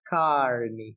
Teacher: O R retroflexo, que aqui no Nordeste não existe, existe no interior de São Paulo